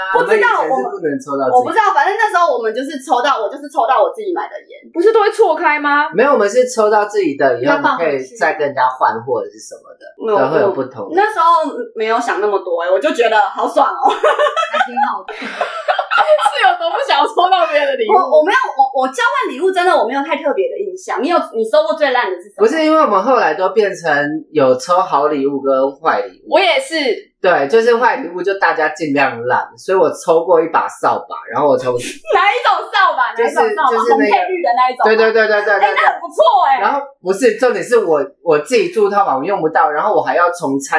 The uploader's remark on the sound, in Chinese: 本集音質不好。